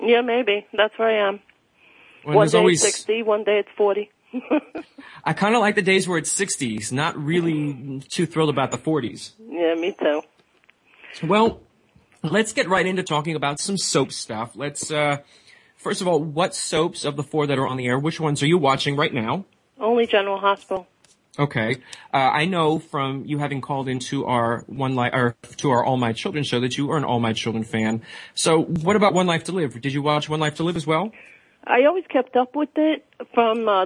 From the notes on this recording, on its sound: An hour of fan calls. Now, it’s time to open the phone lines to hear what fans have to say.